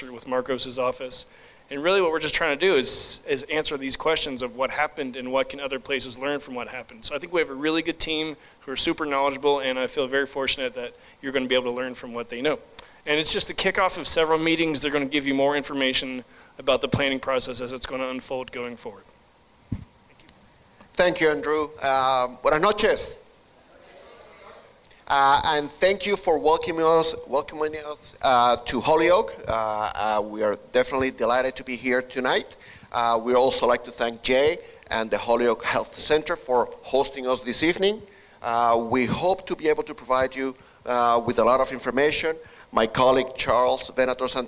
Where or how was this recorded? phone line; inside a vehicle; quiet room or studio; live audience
live audience